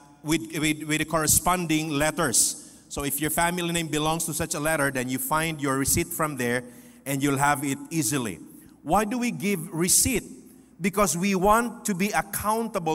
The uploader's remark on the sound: This podcast was recorded live last July 23, 2023 at Zamboanga City Alliance Evangelical Church.